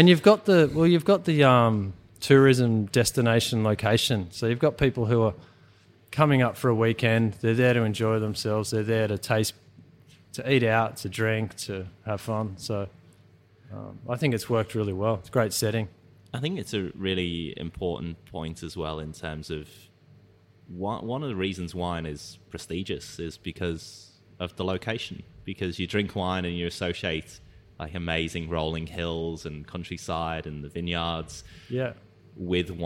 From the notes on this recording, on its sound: The episode was recorded at on site at the brewery in Fingal, Victoria.